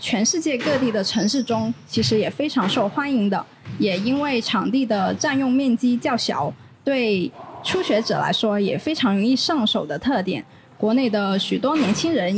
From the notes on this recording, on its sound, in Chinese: 位于佛山地区的番茄壁球会。由于本期节目为户外采访，收录时球场环境噪音较大。